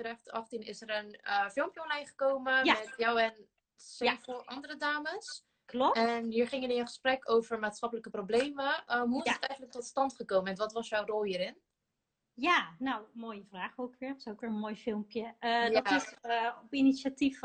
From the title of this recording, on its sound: Instagram Live